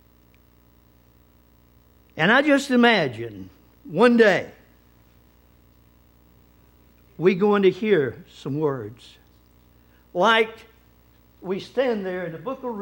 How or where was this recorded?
large echoing room